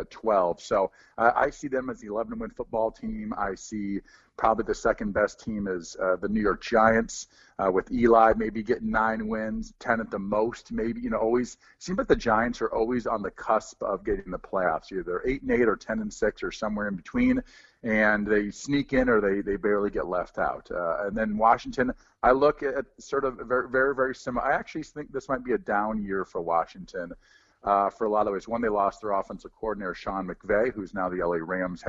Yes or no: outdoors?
no